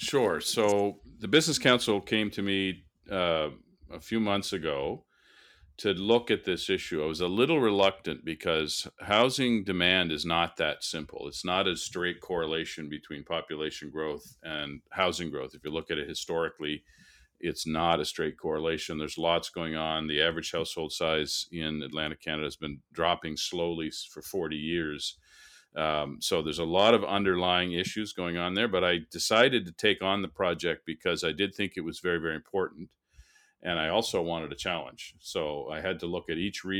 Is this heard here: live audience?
no